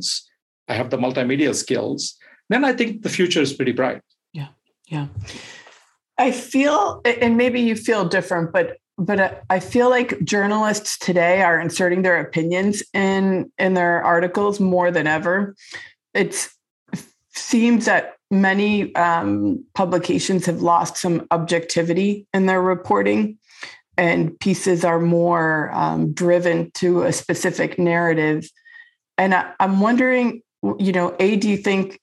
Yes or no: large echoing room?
no